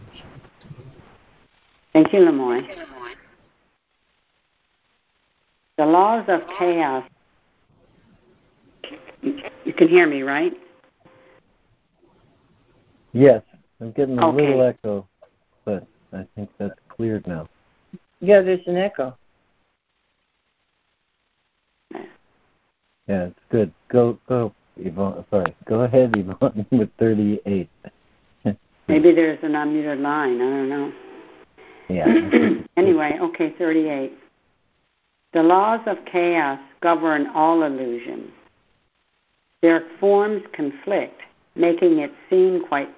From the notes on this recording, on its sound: ACIM Daily Conference Call.